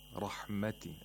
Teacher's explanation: Rahmati, again, the ra has tafkhim, because ra, whenever it has a fatha or dhamma, you have to pronounce it with tafkhim.